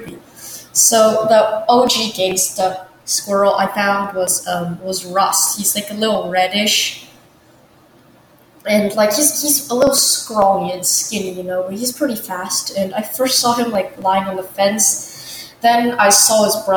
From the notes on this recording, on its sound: my mic is horrible and theres so much echo